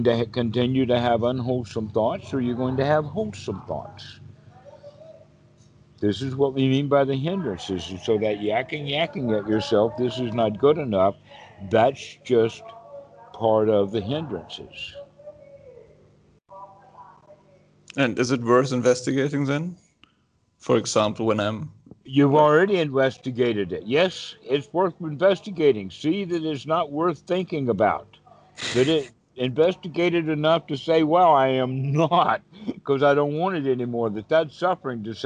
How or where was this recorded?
video call